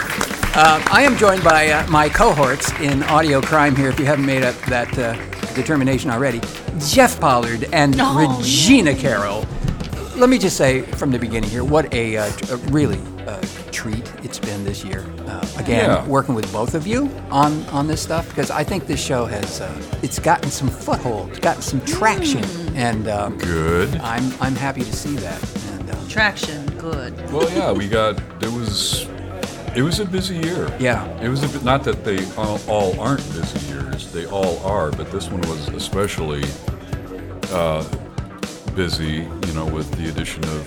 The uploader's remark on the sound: Coming To You Live From Suicide Sally’s